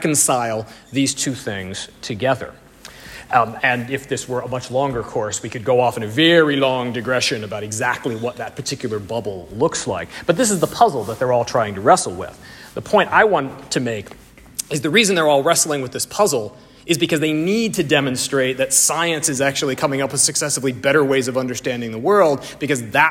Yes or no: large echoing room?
yes